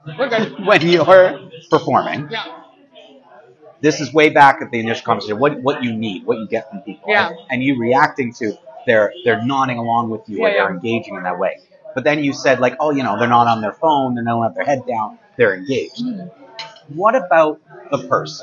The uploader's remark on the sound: This episode is "on the road" at Pan Chancho Bakery & Cafe in Kingston, Ontario.